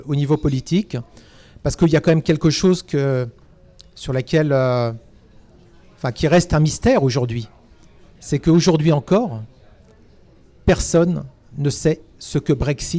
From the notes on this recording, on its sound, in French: On en a parler autour d’un verre avec un public à l’image de la communauté : des expats, des exexpats, français et étrangers lors d’une nouvelle soirée Live. Merci à l’hôtel Renaissance Arc de Triomphe.